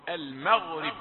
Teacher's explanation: المغرب ميم رقيقة وغين مفخمة